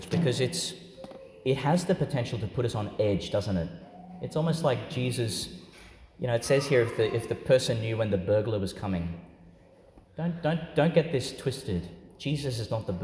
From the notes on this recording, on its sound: Homily for the Nineteenth Sunday in Ordinary Time, delivered in St Peter Chanel Church, Tannum Sands, Qld.